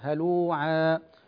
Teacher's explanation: هنا مثلا قوله تعالى خلق هلوعا عا، الألف هنا مرققة لأن العين قبلها مرققة، نقول هلوعا ليس هلوعا، ونمد الألف بمقدار حركتين لا أكثر من هذا